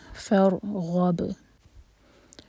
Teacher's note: فور منہ بھر کر پڑھیں گے. اس کے بعد غین ہیوی اور با پر سکون، با پر قلقلہ.